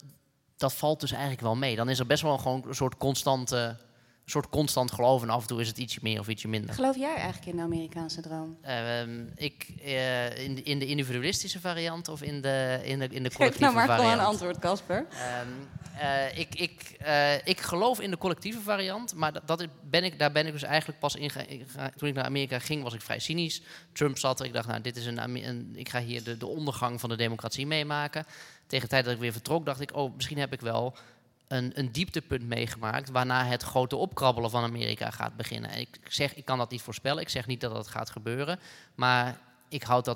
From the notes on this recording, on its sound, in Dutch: live vanuit de Stadsschouwburg Amsterdam